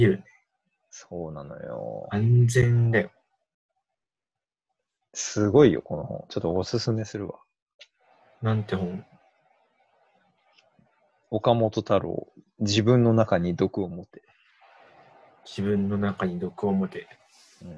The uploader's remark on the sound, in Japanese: リモート録音なので音質はそこまでよくありません。